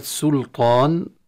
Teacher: نرقق السين وإلا يتحول إلى سلطان بالصاد كما في العامية نقول سلطان، هي بالسين.